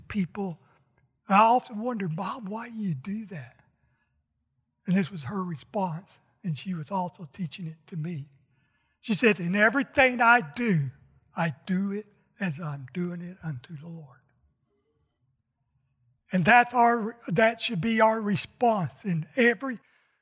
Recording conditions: large echoing room